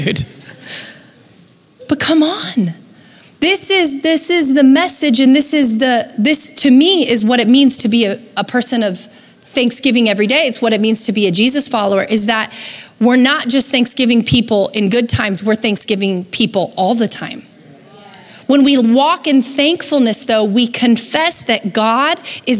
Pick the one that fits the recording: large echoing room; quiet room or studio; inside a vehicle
large echoing room